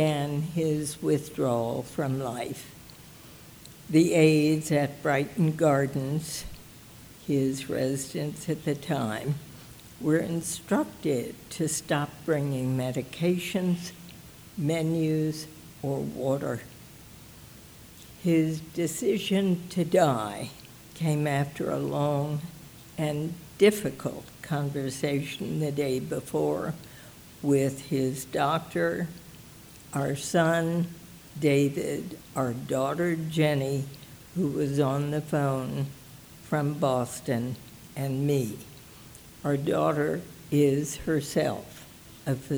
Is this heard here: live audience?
yes